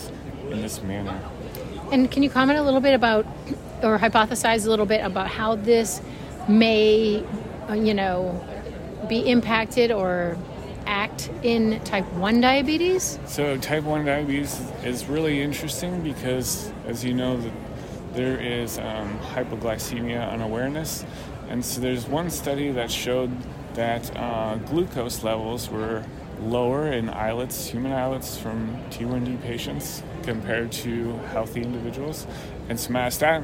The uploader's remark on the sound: recorded during the ADA 2023 Conference